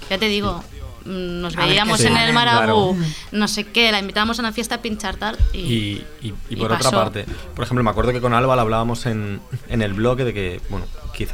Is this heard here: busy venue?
yes